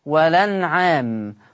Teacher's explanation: عندنا في الآية 14 عندنا أولا كلمة والأنعام، طبعا معروفة لدى الجميع إن فيها هذا اللفظ فيه النقل، ولما هنقل حركة الهمزة إلى اللام فتصير اللام مفتوحة فتنطق هكذا والأنعام، فتنطق والأنعام.